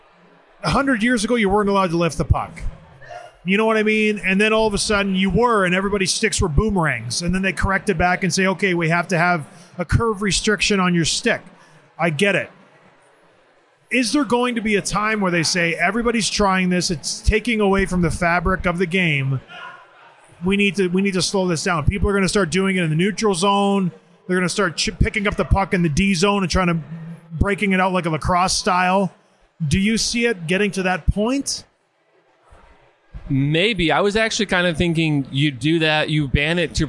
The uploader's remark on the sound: Live from the GLI. We returned to Van Andel Arena to watch Michigan Tech host the annual GLI tournament.